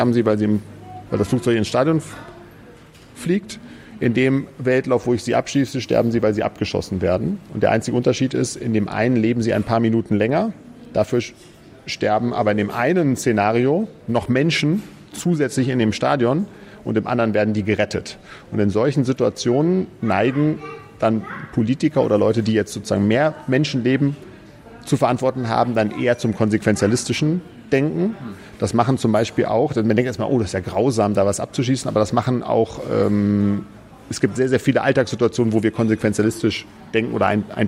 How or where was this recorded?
busy venue